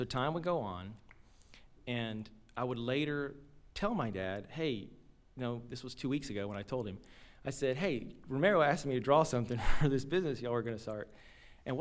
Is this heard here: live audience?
yes